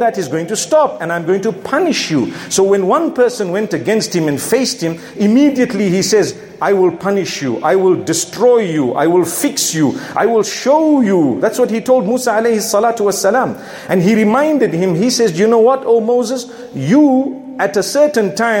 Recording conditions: large echoing room